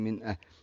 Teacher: يظهر حلقي لأنه نون ساكنة وبعدها حرف الهمز، والهمز من حروف الإظهار · Term: اظهر حلقي